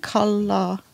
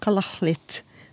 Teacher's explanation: så der har vi både den vanlige L-en og den her ustemte alveolare laterale frikativen